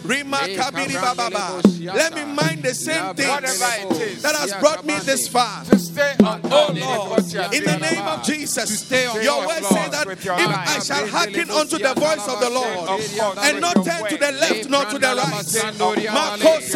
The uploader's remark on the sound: Preached at the Doxa Service 09072023